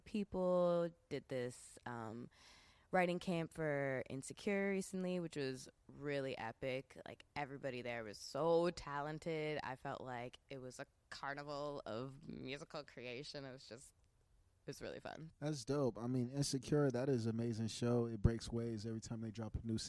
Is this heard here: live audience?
no